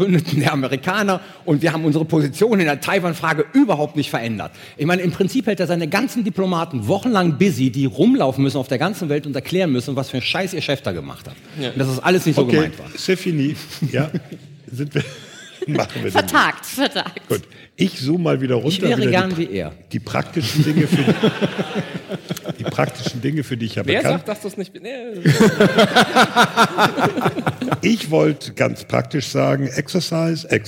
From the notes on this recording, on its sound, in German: live in Berlin vor über 700 ZuschauerInnen in der Akademie der Künste